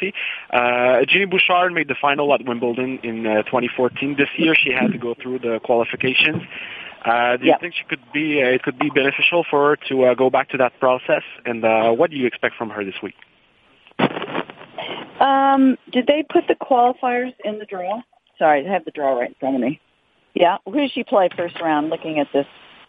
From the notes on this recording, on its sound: Wimbledon Conference Call.